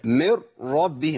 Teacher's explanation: اتشالت النون كلها، تمام، وابدلت بحرف ثاني من جنس الحرف اللي انا هدغم فيه، بقت راء، بقت مر راء، تمام. · Term: ادغمت